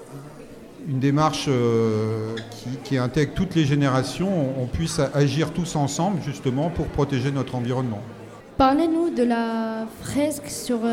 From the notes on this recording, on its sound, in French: Emission réalisée en directe et en public à l'occasion de la célébration des 60 ans de l'académie de Reims.